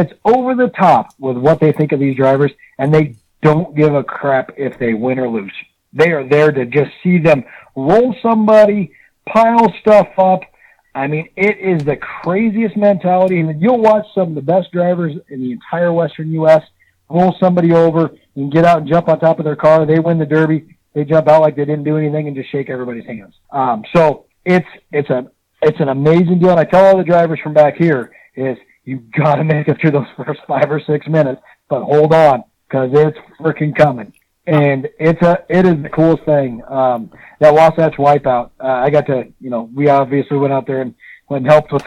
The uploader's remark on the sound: gets on the phone with us